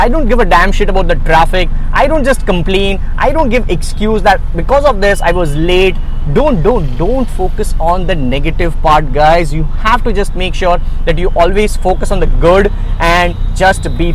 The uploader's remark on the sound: I am driving to a place in my car